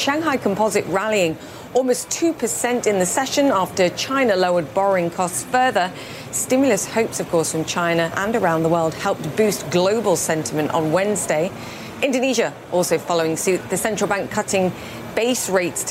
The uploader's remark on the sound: live from the New York Stock Exchange